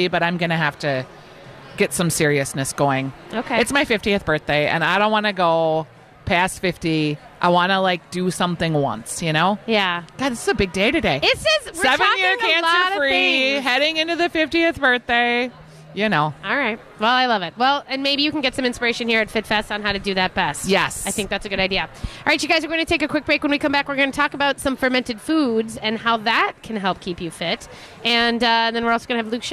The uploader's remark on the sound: Live at Fit Fest!